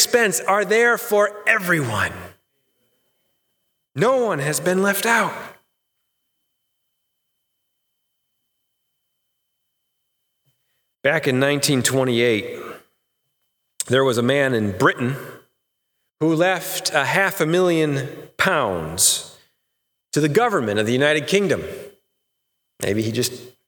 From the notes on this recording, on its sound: Sermon recorded live AT HOLLAND FMC on 10/4/2020! The service was held indoor with many adjustments to provide a safe experience.